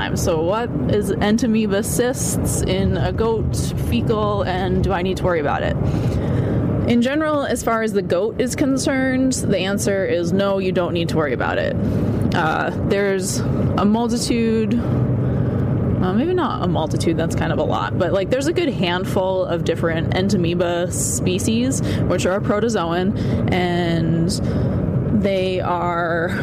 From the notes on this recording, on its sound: Recording on the road because that's where I spend my life.